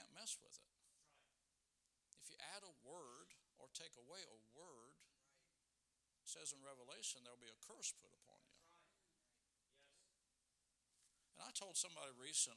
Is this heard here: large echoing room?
yes